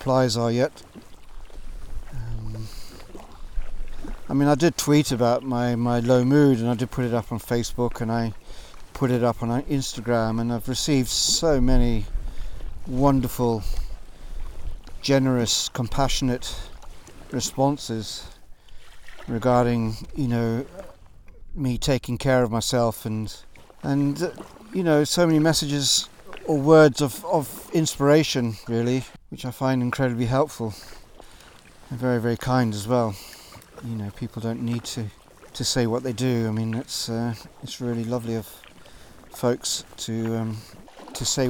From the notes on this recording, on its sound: This episode was recorded live as I paddled out of Loch Torridon, on the north western coastline of Scotland.